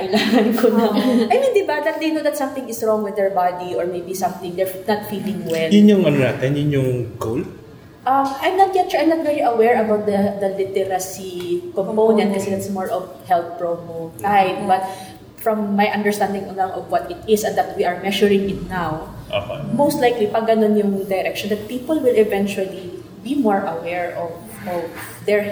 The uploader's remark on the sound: Recorded on 11 March 2019 at the Nipa Brew Taproom, Makati.